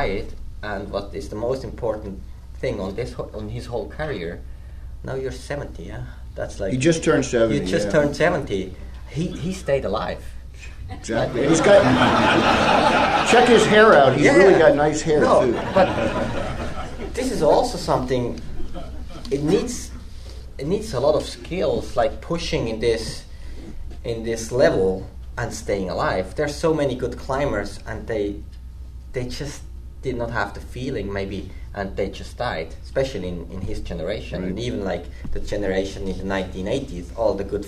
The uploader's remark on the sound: From 2015 AAC Benefit Dinner. In this recorded interview.